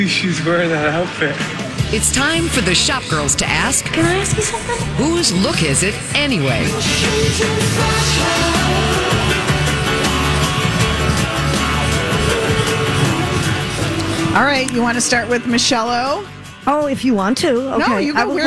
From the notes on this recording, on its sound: LIVE at the State Fair! Live from the Minnesota State Fair!